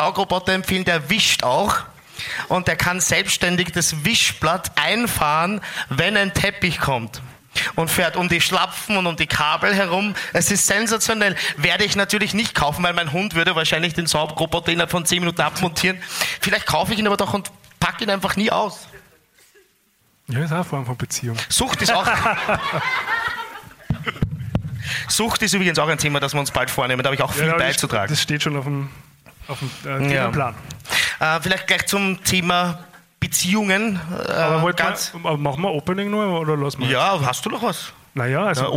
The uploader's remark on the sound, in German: Unsere erste Live Show im Rahmen des FM4 Podcast Festival im Dezember 2022. Aufnahme Österreichischer Rundfunk, radio FM4, 2022.